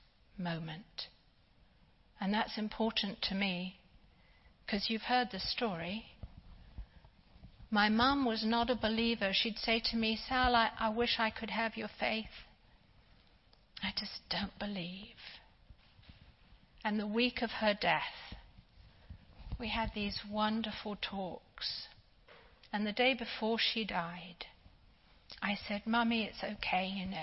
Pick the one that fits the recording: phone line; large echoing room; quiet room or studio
large echoing room